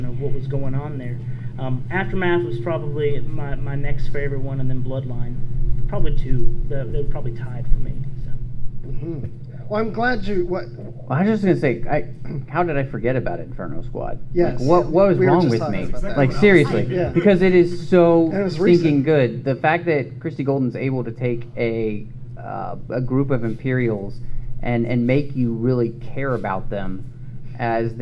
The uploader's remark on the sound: Was apart of a panel at Dragon Con on the Star Wars track. Take questions from the audience.